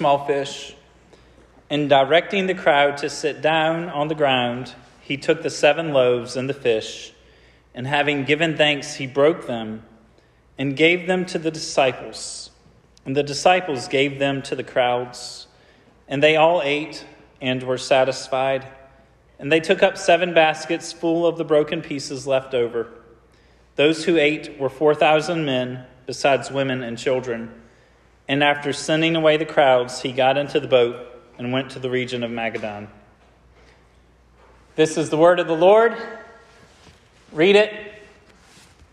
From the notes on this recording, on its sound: This sermon was preached at Hope Fellowship